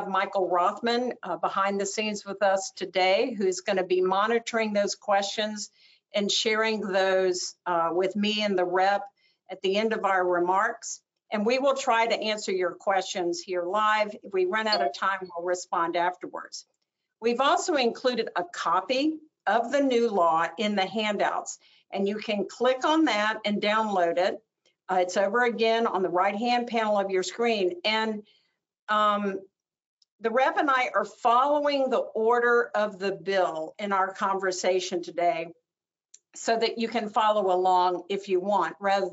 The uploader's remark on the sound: we push the audio from this webinar out on our podcast